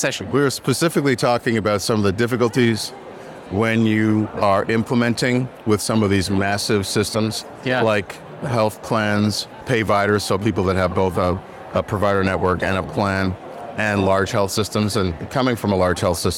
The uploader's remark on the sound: HLTH 2023 Las Vegas. Attends HLTH 2023 in Las Vegas with over 10,000 attendees. Episode recorded at HLTH.